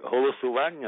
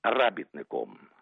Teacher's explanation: повальне акання, коли голосування стає без жодної іронії галасуванням · Shown in: second take